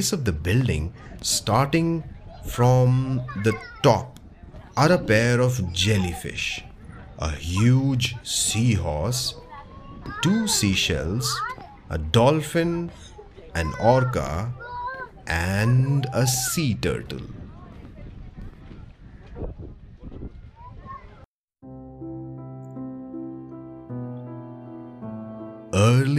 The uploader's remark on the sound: You and I will visit some prominent buildings, landmarks, and food joints with actual ambient sounds and noises. Watch your step as we cross streets and avoid traffic as we go about on this storytelling tour around the Flora fountain & Hutatma Chowk in the Fort area of South Mumbai.